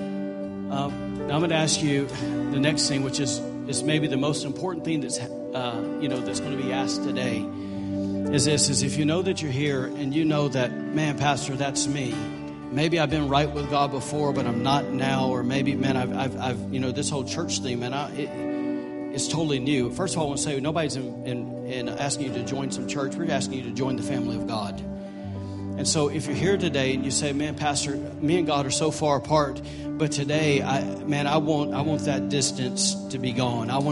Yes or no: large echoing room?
yes